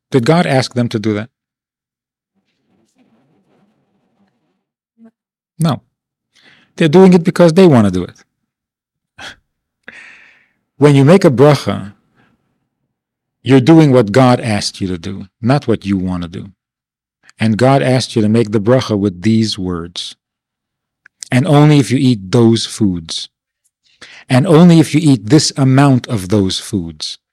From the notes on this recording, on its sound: This audio is taken from a class given at the Bais Chana Institute of Jewish Learning in the Summer of 1993.